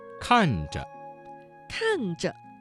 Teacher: 看着这个词当中的遮字读成了轻声